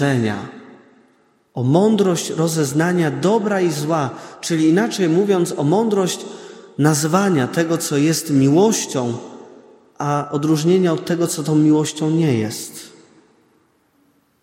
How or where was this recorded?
large echoing room